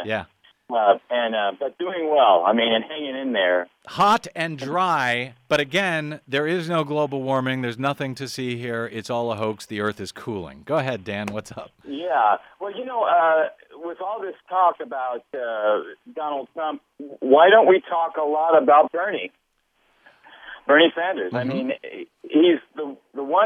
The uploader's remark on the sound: Let's go to the phones